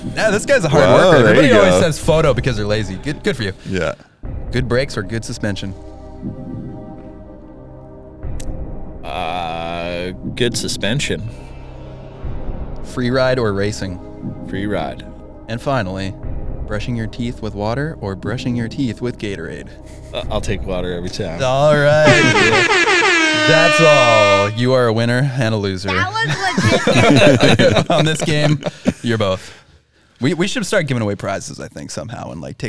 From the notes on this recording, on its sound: Recorded live from the construction site of the "North Shore Bike Park,".